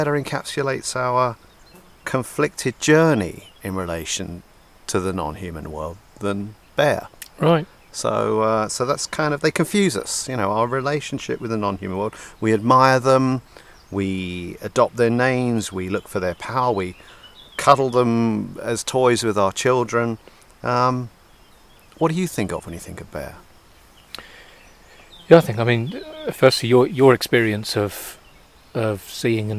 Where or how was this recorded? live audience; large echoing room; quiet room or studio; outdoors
outdoors